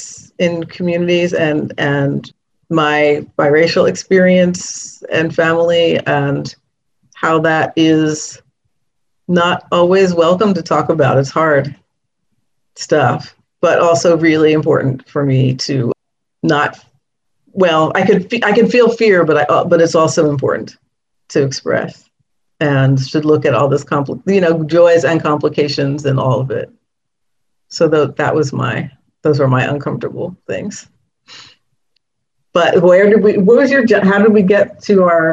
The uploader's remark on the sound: Zoom celebration